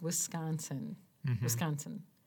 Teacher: A little unnecessary because you have the W, which is basically W. So we get rid of both I's altogether.